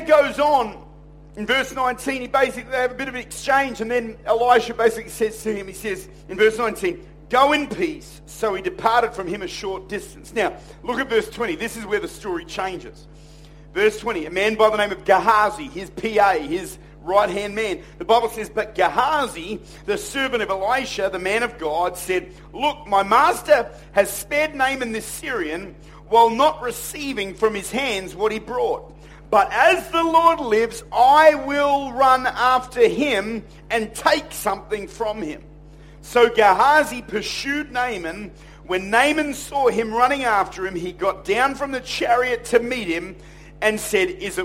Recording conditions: large echoing room